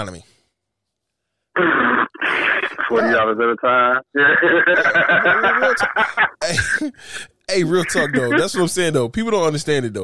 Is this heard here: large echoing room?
no